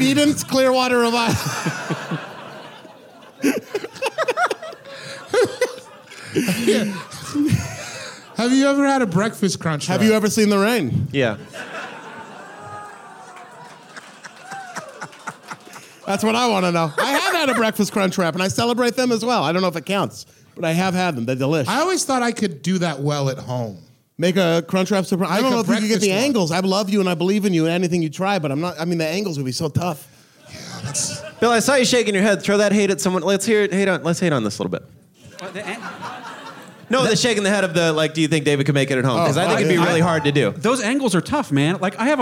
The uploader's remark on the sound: LIVE FROM PORTLAND, Y'ALL! This episode was recorded live at the Doug Fir in Portland, Oregon.